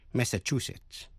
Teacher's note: nhấn mạnh vào vần thứ ba